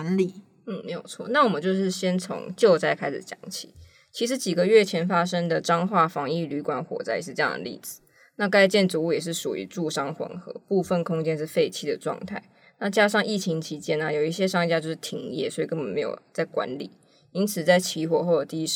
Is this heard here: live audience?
no